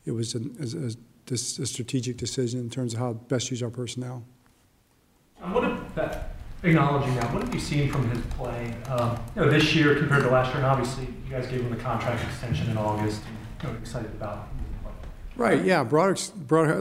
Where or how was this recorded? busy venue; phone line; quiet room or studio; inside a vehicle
busy venue